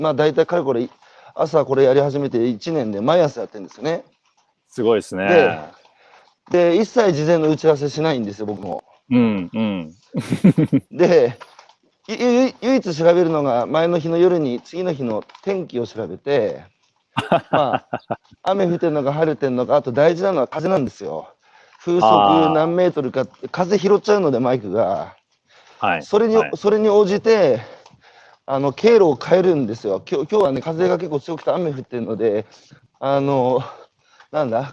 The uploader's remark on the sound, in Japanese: 歩くラジオ。歩きながら1時間、対談する。